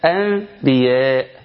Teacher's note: طيب المرحله الثالثه، دخل غنه بمقدار حركتين، يبقى في الاقلاب بيكون في غنه، يتم اقلاب النون الساكنه الى ميم ثم اخفائها ثم غنه بمقدار حركتين